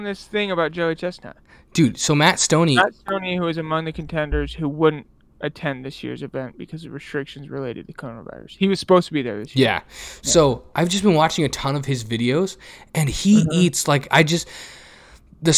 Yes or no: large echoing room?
no